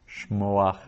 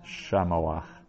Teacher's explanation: the construct forms usually have a shorter vowel than the infinitive absolute, and an infinitive construct never has a long A in the first syllable.